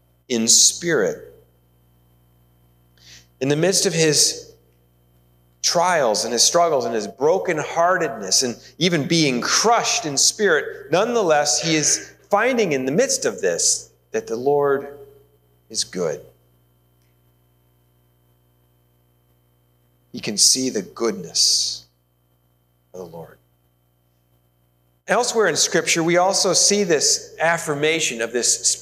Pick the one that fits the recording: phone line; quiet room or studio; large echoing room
large echoing room